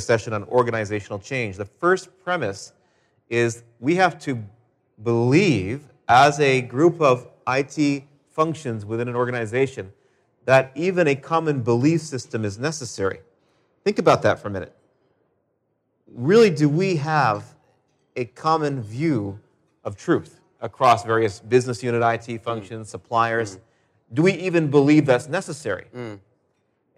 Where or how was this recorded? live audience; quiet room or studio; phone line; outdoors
live audience